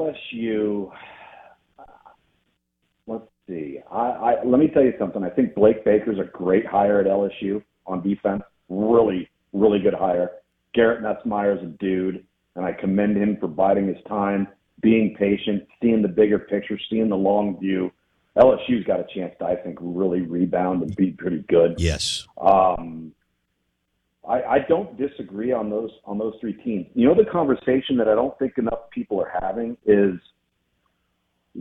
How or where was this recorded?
phone line